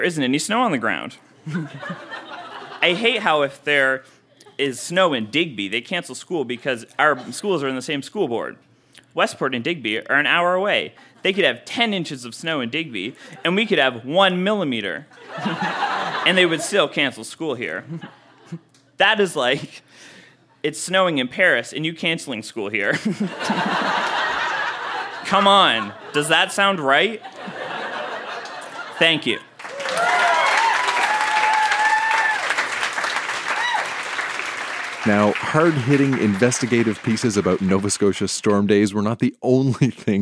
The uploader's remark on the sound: Recorded live at The Company House in Halifax, NS.